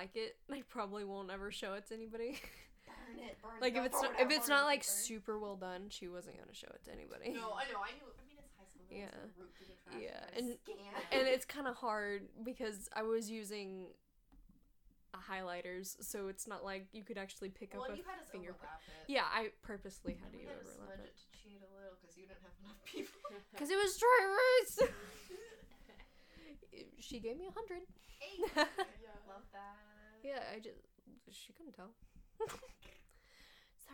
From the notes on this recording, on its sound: Forgive us for any awkward audio.